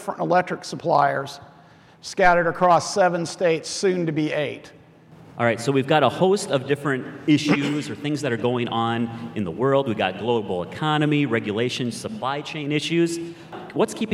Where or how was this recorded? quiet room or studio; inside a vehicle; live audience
live audience